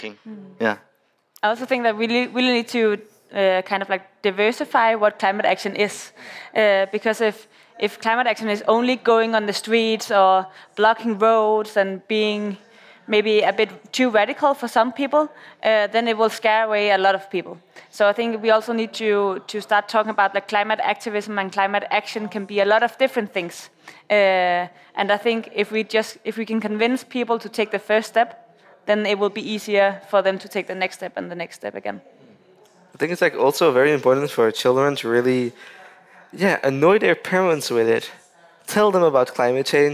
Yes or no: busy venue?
yes